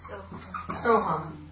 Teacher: The visarga changed, the a and the visarga changed to o, and this is replaced by avagraha, so you get soham.